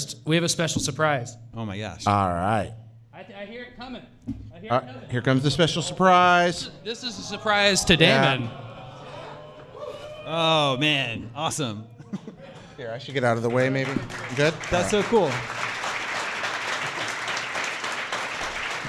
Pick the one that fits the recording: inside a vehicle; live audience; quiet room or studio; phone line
live audience